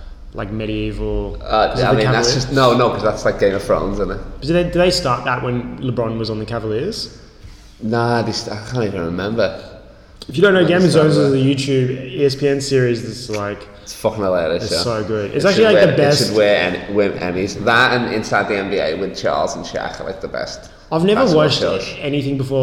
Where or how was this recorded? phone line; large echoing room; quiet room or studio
large echoing room